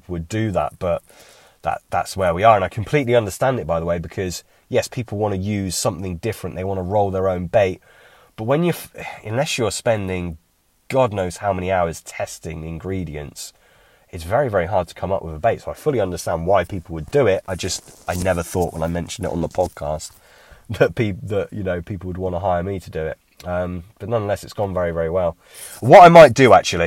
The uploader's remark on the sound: A bank-side Q&A.